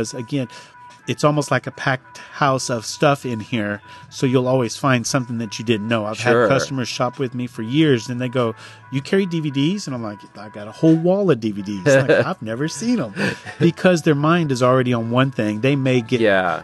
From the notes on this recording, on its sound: We recorded this in the listening section at his store. Since we recorded this episode in the store you’re going to hear some customers walk by, the door chime a few times and the phone ringing.